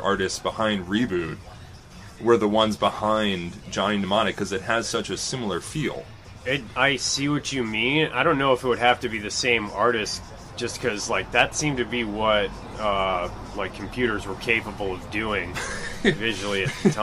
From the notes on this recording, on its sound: Before the Midnight Mic at Funhouse Lounge in SE Portland.